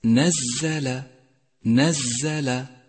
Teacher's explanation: لاحظ صفة الصفير لحرف الزاي في كلمة نزل نزل، فهي صفة تساعد في توضيحه نزل، وحروف الصفير هي الصاد والزاي والسين.